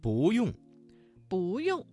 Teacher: 这个词当中的不字在4声之前变成了2声